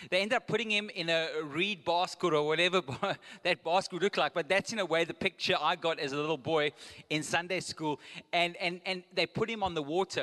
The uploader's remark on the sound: Recorded live on Sunday the 9th October 2022.